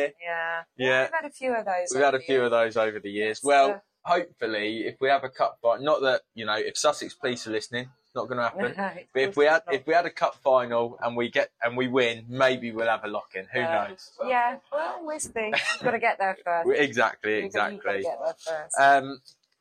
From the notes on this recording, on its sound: live from her pride and joy, The George & Dragon Tarring